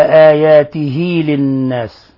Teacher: وهنا نون مشددة في لفظ للناس أيضا تغن مقدار حركتين